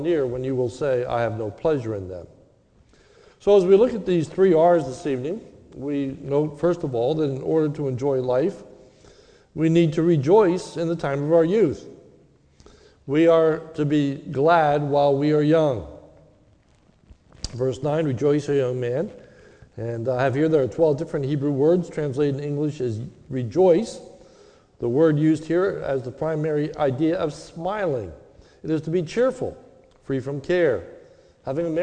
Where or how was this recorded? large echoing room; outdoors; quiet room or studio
large echoing room